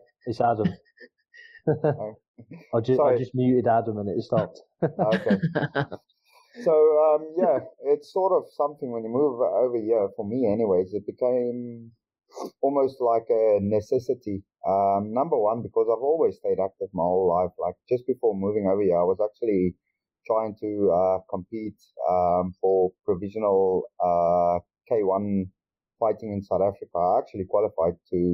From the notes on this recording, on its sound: Recorded via Google Meet